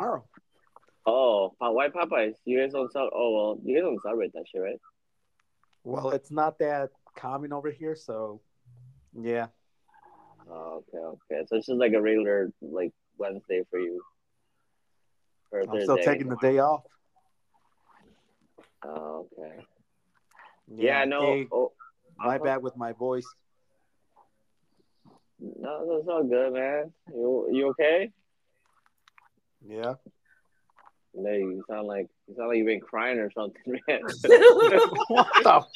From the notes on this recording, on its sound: Sorry for the bad audio issues